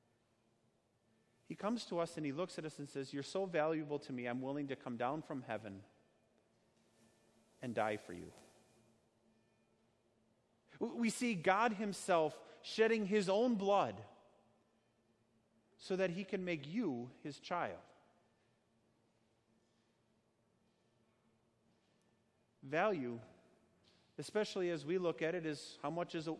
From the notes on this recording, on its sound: Sermon preached at Our Savior Lutheran Church in Birmingham, AL, on Sunday, July 28, 2019.